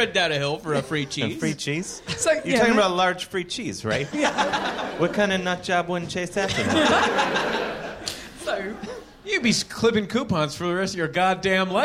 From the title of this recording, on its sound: Live in London